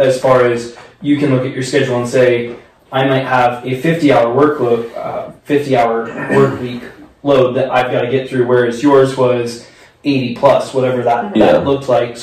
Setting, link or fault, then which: fault, poor sound quality